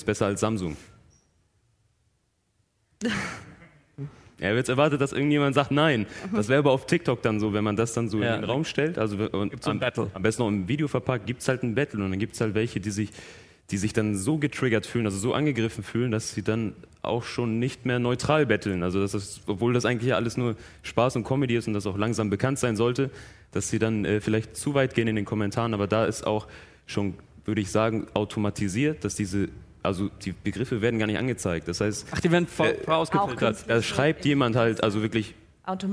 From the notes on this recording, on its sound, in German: Diese Spezialfolge von „Praktisch Faktisch“ ist eine Aufzeichnung vom Campfire-Festival 2019 in Düsseldorf. Im RP-Zirkuszelt.